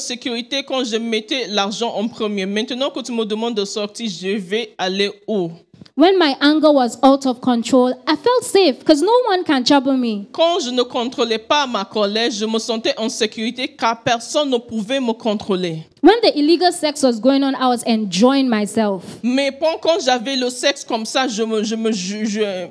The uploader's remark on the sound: Preached during Joyful Hour Sunday Service